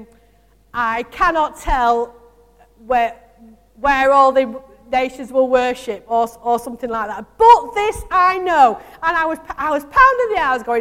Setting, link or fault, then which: setting, large echoing room